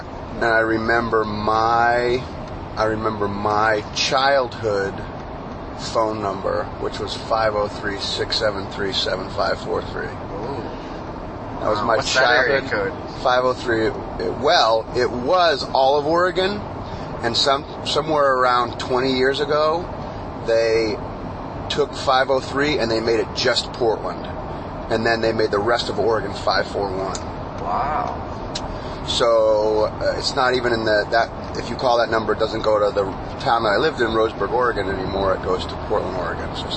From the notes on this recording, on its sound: the carcast